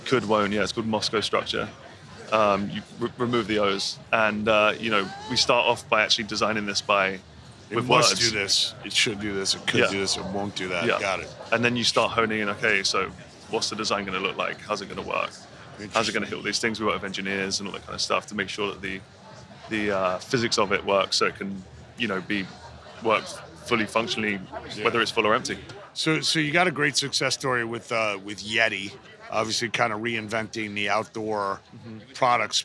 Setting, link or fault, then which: setting, busy venue